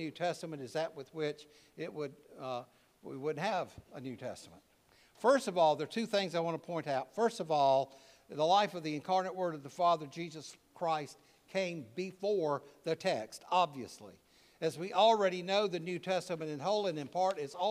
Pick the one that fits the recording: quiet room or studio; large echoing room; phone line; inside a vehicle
large echoing room